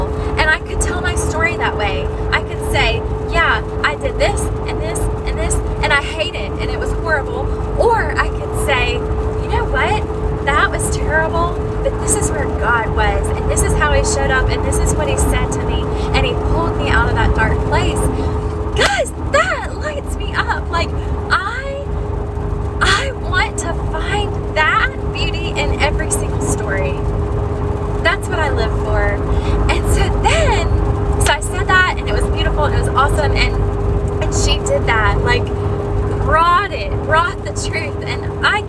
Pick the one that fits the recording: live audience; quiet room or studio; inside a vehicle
inside a vehicle